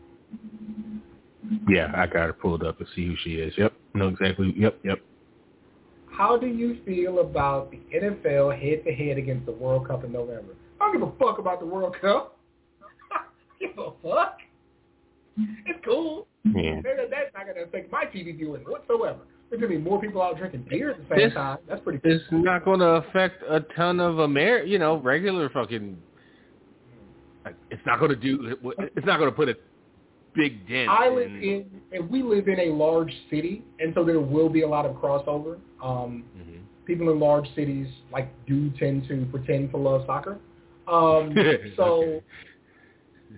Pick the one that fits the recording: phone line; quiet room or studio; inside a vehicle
phone line